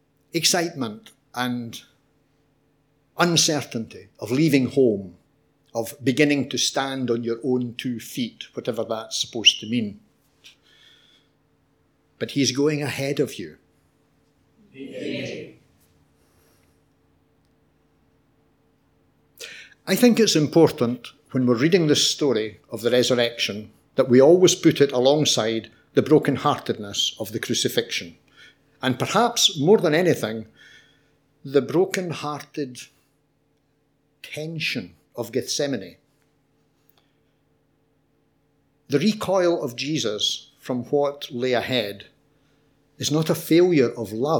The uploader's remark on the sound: Audio podcast of morning service.